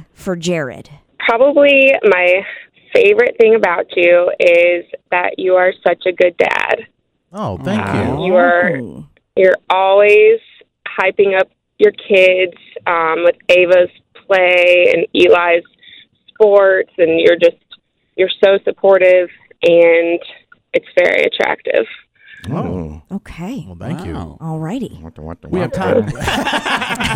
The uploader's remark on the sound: Significant Others call in to let us know our green flags!